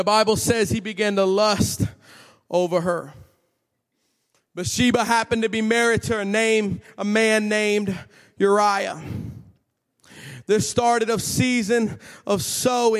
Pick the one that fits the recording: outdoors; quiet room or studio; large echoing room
large echoing room